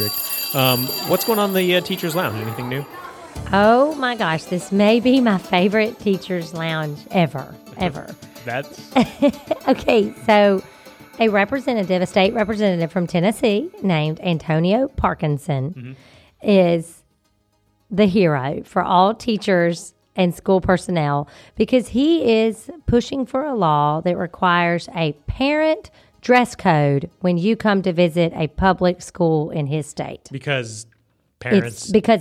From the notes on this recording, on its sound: Each winter educators from around Mississippi gather in Jackson for the Mississippi Educational Computing Association, better known as MECA. Recording a live Podcast from the event is becoming somewhat of a Class Dismissed tradition.